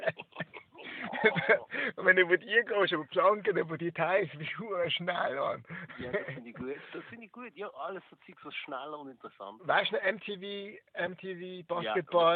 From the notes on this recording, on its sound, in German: am Telefon